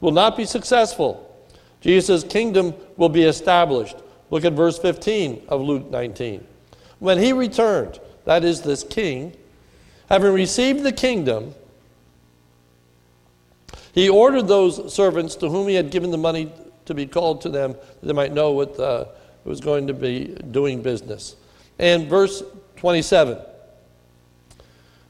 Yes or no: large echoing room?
yes